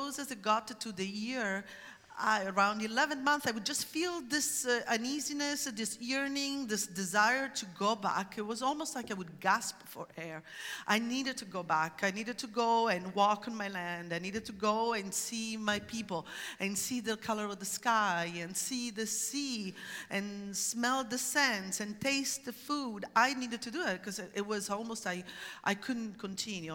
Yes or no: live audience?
yes